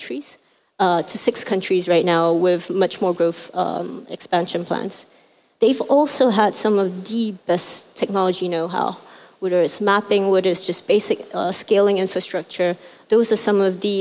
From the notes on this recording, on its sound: at the 2018 Rise conference in Hong Kong